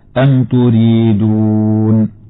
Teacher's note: قوله تعالى أم تريدون ميم ساكنة بعدها تاء، فحكم الميم الإظهار الشفوي، وترقق الراء المكسورة وصلا ووقفا